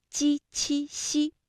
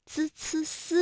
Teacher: 鸡栖西的时候呢，感觉到是舌的中间在使劲，也就是我们通常所说的舌面，而滋呲丝呢会感觉到是舌尖在用劲